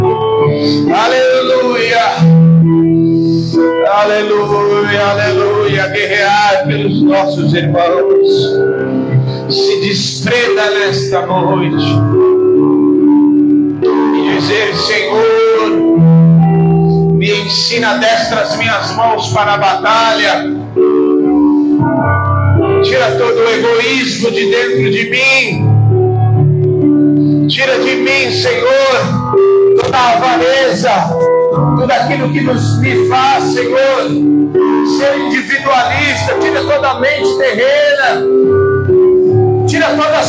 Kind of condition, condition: setting, large echoing room